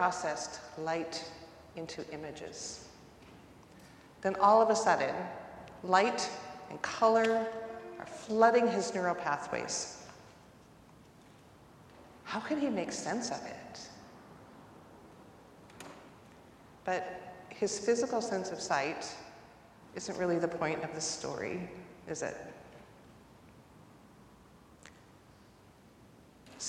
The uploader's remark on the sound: recorded live at the 10:00am service